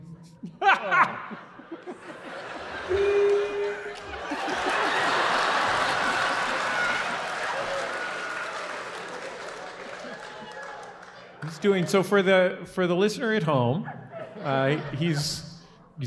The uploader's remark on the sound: Live from SF Sketchfest. This week’s episode was recorded live in front of an audience at the Sydney Goldstein Theater!